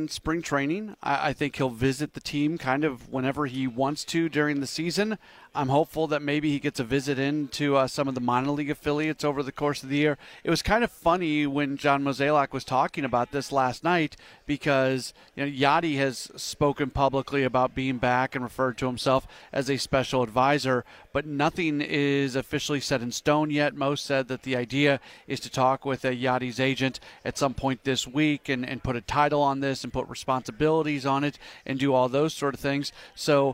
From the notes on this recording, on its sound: joins live from the MLB Winter Meetings